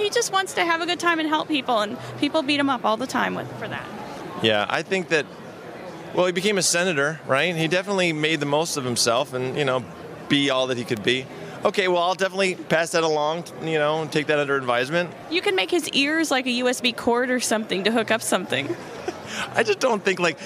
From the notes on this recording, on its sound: come to you live from the Toy Fair showroom floor!